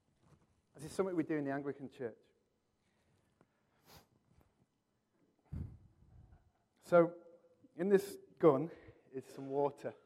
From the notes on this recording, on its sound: Recorded from our Sunday morning service 12-03-23